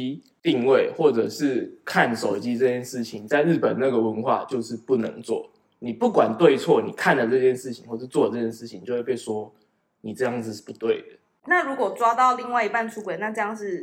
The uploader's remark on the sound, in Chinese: 請多包容音質問題喔~ 錄製當下沒發現有回音、聲音過小的問題QQ。